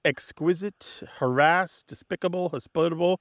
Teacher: they're all moving that pronunciation, that stress in the pronunciation to the second syllable. And there's a reason for this, is because English wants a rhythm.